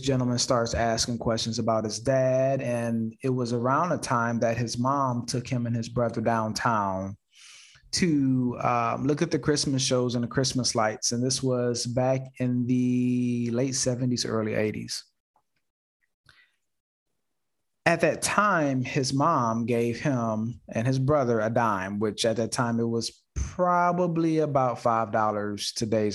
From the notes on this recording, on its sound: Investors Gallery is a live call open to the public. Through this live zoom conference anyone can asks questions.